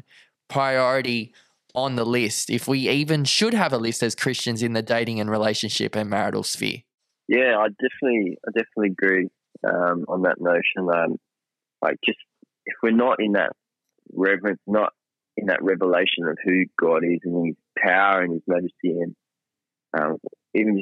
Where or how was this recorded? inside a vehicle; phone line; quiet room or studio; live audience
phone line